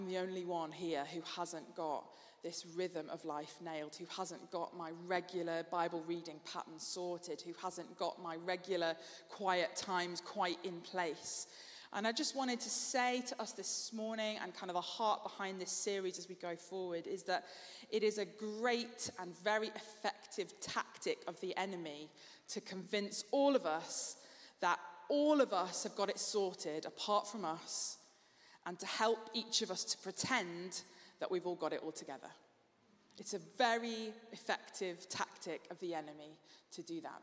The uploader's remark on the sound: Streamed live at St Paul's Shadwell